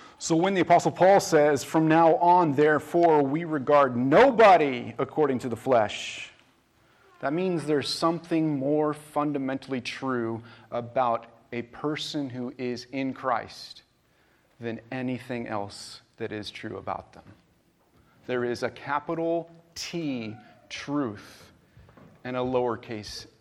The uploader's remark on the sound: This message was recorded on June 18, 2023, at View Ridge Middle School in Ridgefield, Wa.